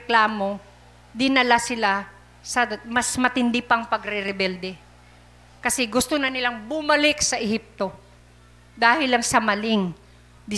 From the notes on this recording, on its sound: Recorded live at The Shepherd Of Faith Family Church